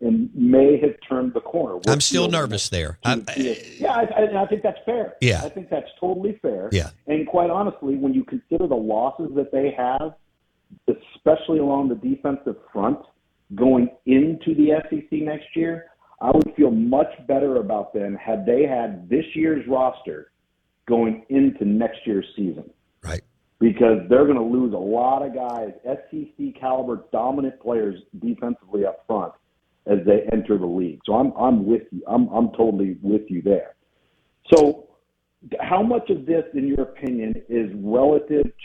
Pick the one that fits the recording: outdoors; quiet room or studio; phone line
phone line